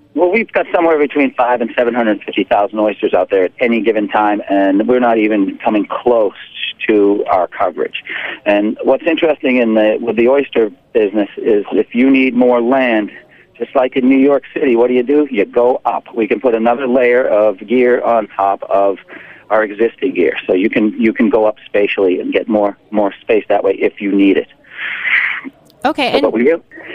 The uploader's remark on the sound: joined via the phone lines